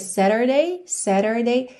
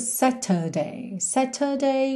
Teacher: No inglês americano a gente teria Saturday, Saturday, rarará no T e a língua enrolada no R · Shown in: first take